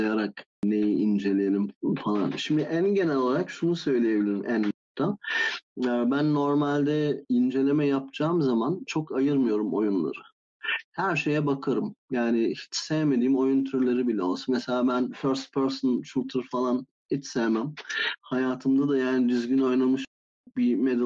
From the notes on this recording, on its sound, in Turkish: Discord sunucumuzda canlı olarak kaydedilen bu bölümde